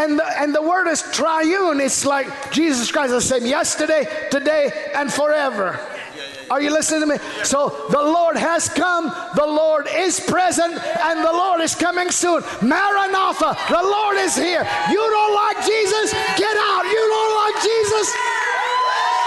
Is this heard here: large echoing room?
yes